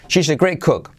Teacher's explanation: La T de great casi no se dice.